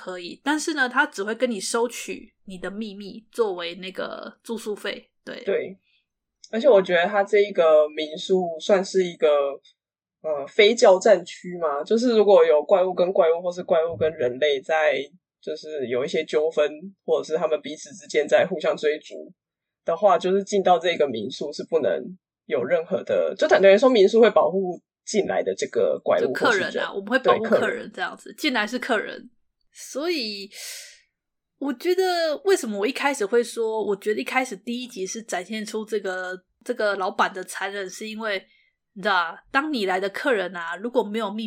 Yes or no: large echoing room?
no